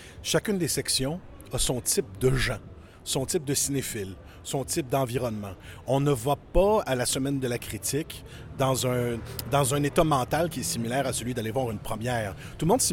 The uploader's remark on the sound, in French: Festival de Cannes 2023. Entrevues sur la Croisette.